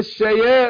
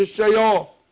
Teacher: الياء مرققة ونرقق الالف بعدها · Shown in: first take